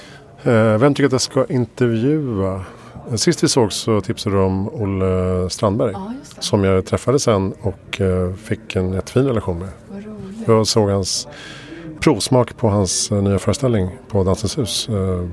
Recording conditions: busy venue